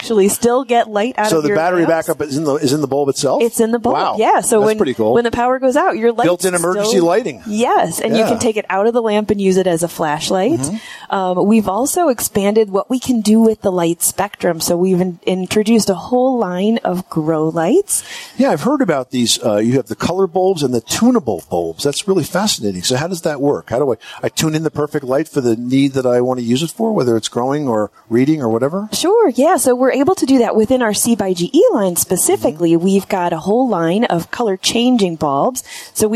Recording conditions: busy venue